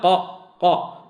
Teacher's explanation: يصعد أقصى اللسان لإحداث ذلك التفخيم يصعد أقصى اللسان لعلو النفس فإذا قلنا قاء قاء أضرب بأنك لما تفخم تجعل فراغا واسعا بين اللسان والحنك الأعلى.